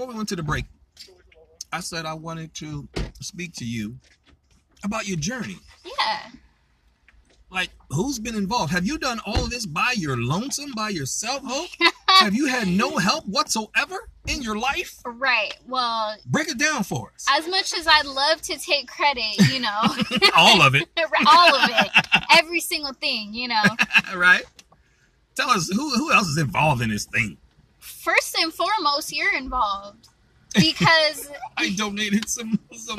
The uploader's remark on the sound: Great conversational live interview in the park